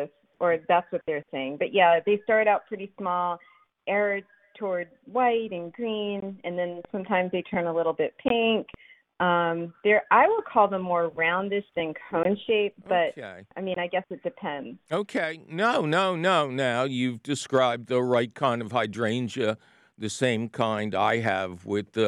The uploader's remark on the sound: your high flying phone calls!